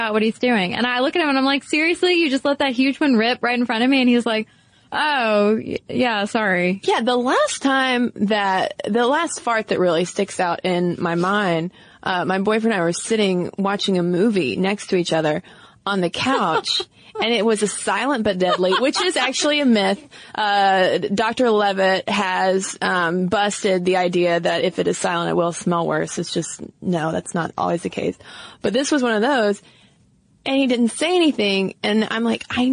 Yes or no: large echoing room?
no